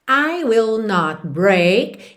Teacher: esses T's do not quase não são ouvidos